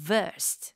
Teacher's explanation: the W there is pronounced as a V